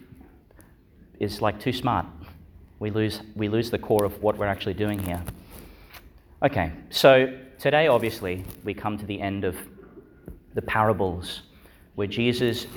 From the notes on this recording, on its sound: Homily for the Seventeenth Sunday in Ordinary Time, delivered in Our Lady Star of the Sea Church, Gladstone, Qld.